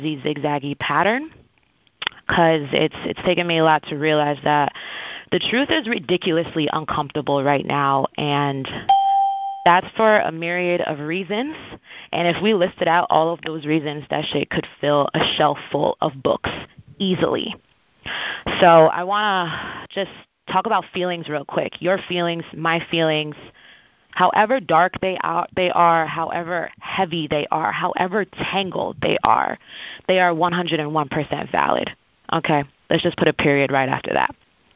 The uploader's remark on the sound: Call recording